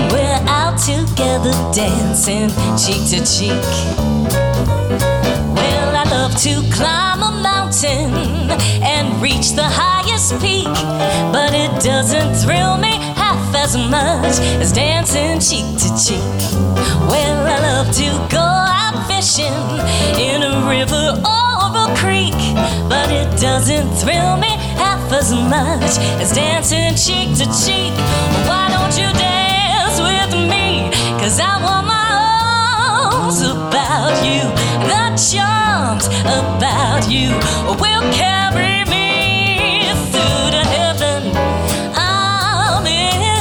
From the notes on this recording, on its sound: Live at the South Point Casino